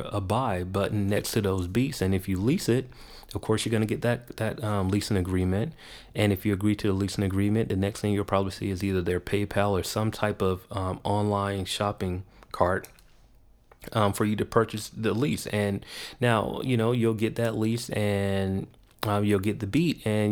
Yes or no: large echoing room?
no